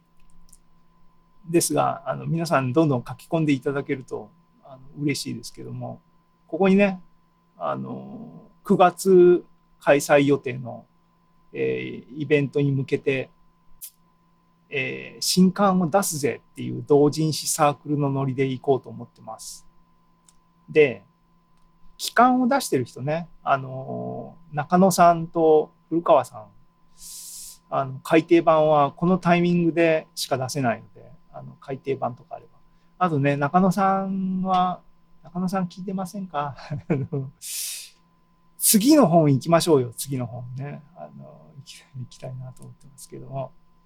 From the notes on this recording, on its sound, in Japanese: ２０２２年７月２７日に開催した ZOOMライブの模様です